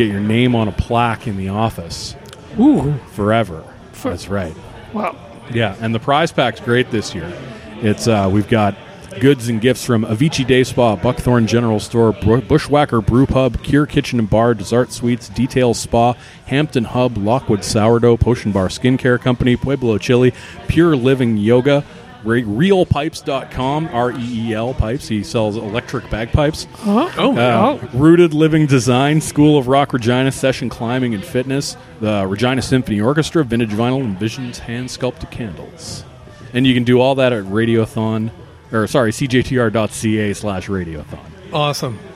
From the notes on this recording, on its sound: Live From Rebellion Taphouse. We celebrate CJTR’s 2023 Radiothon by taking the Queen City Improvement Bureau out of the subbasement and recording our. Meeting before a living-human audience in the Rebellion Taproom in the heart of the Warehouse District.